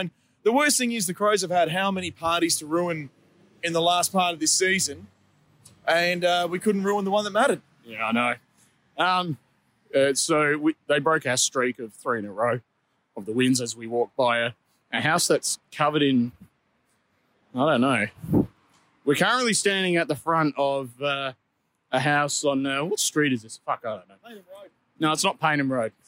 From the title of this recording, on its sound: Post game walk and talk